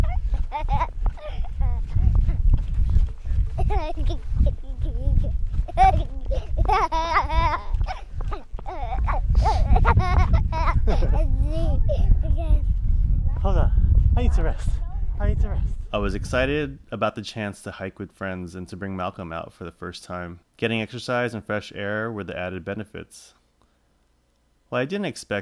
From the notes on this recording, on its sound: Went hiking with the kiddo and the friends. This short episode has sounds from the hike.